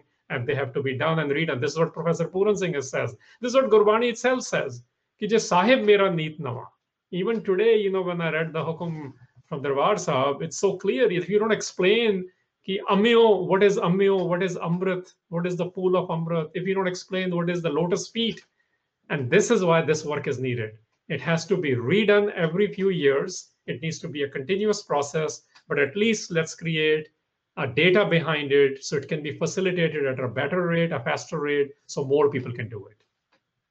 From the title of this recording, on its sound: Live Webinar